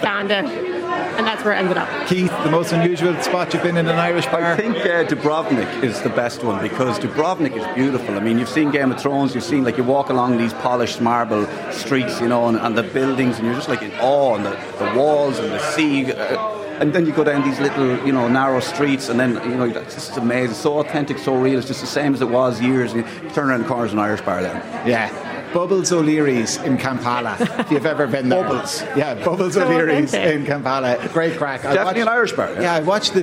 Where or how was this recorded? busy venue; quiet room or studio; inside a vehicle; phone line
busy venue